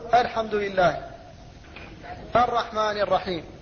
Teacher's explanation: فهمزة ال مفتوحة لا مكسورة